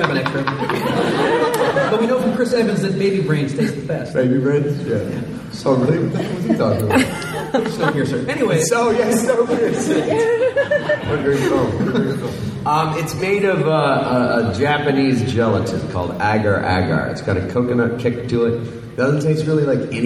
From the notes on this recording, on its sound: exclusive fan panel from Houston Comicpalooza